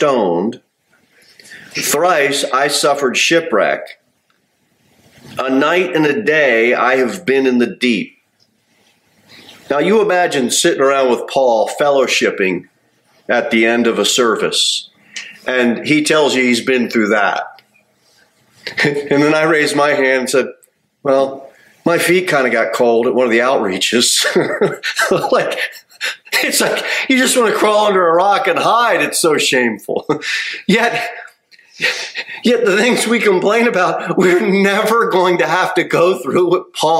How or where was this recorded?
large echoing room